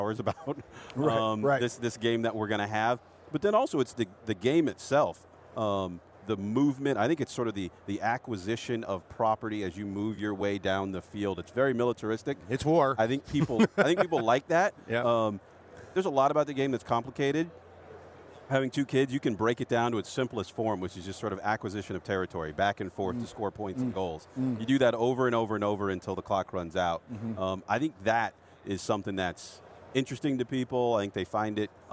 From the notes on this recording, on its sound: Live from Radio Row at Super Bowl LIII on Wharton Moneyball.